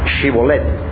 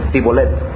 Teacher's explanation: Los de Efraín, como habían convivido, escuchen, por mucho tiempo con los cananitas, habían perdido el acento hebreo y habían aprendido a hablar como los cananitas, y los cananitas no podían pronunciar el sonido sh, Shibolet, sino que decían Sibolet